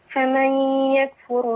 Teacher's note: انا عندي النون خلاص ما لهاش ذكر خالص انا عندي ياء بس الياء فيها غنه